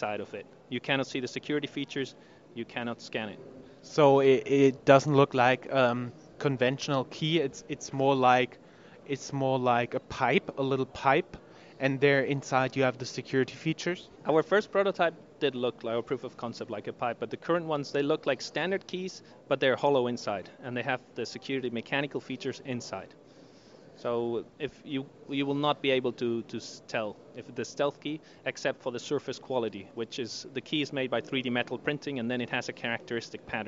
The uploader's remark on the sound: Roadtrip Interviews from #CODE_n Festival. Four short interviews in English, within this audio file.